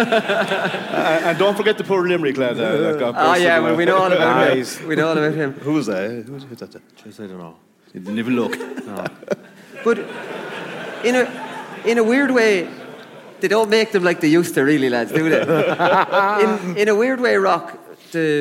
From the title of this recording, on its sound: live from Liberty Hall